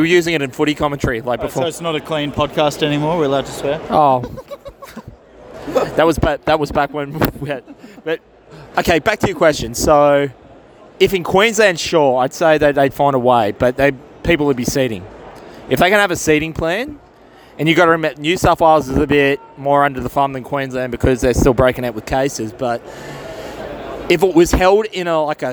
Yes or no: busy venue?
yes